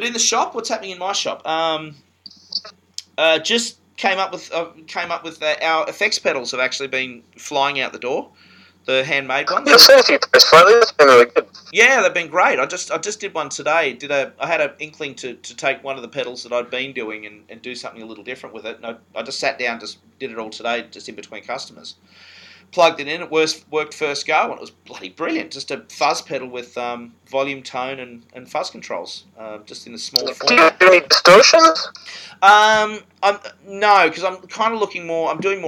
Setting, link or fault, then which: fault, poor sound quality